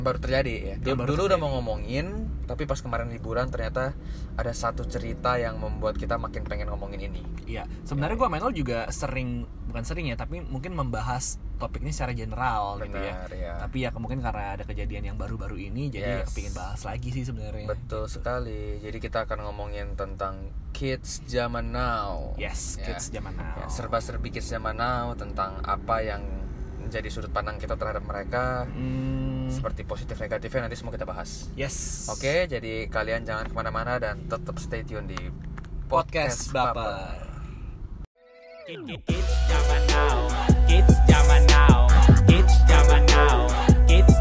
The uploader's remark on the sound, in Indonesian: Mohon maaf jika banyak suara - suara mengganggu dari luar, dikarenakan podcaster bosan rekaman indoor terus